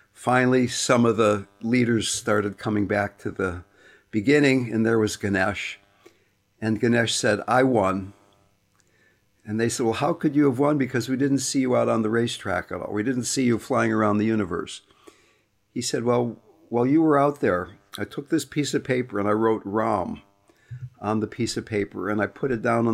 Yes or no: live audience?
no